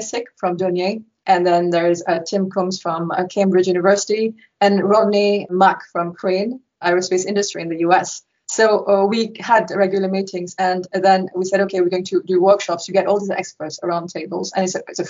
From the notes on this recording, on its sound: Due to the COVID-19 pandemic, this episode was recorded virtually, so we apologise for any dips in audio quality.